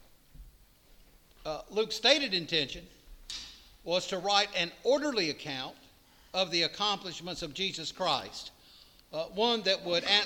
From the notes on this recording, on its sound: preached at All Saints Anglican Church in Charlottesville, VA on September 24, 2023